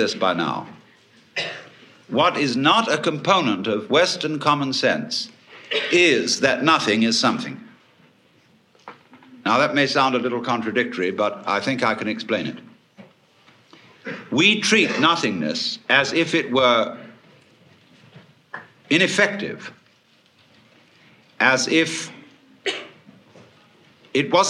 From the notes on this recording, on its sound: Big-hall presentation. Was recorded in 1971 in New York City at a conference for western therapy and eastern religion. A stream of audience questions.